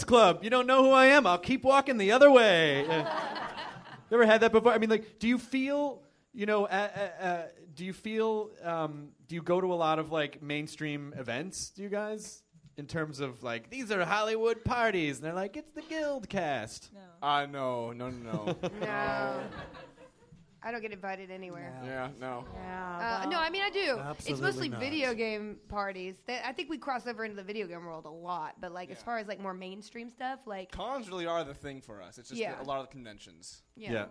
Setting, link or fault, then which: setting, live audience